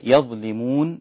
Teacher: بقف على النون هنا بالسكون المحض المجرد